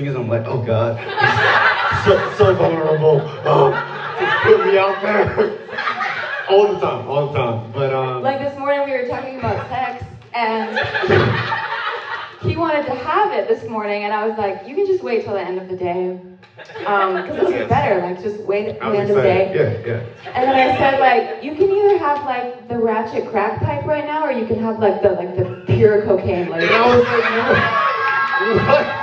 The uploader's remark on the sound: A two-part episode that we recorded when we spoke at an arts academy for creatives here in town.